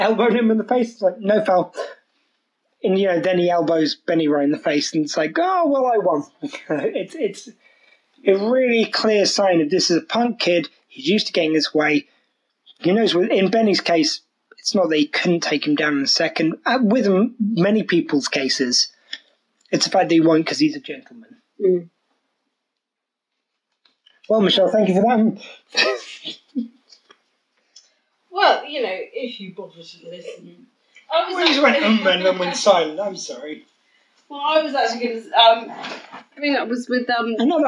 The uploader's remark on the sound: Sorry for any lack of audio quality. Sorry for the lack of general quality, but we got quite drunk on this one.